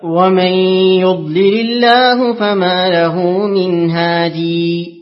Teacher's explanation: أقرأ لابن كثير بإثبات الياء